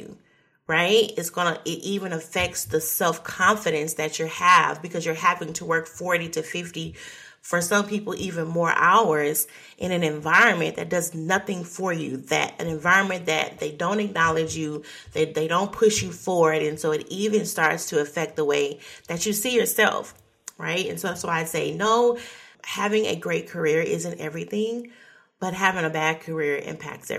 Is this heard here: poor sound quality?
no